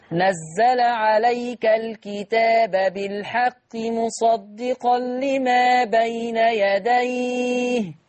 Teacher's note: الألف هنا تمد حركتين بس